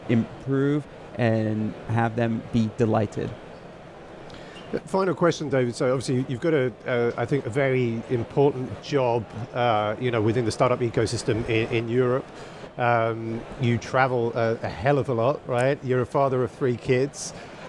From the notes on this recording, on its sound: On the SaaS Revolution Show, live from Slush 2019.